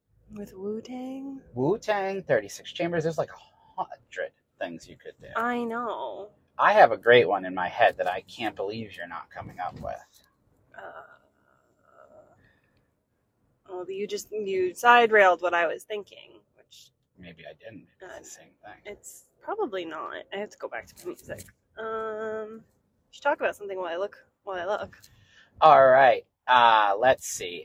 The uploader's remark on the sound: We also recorded this from our car while we drove to Boston Calling.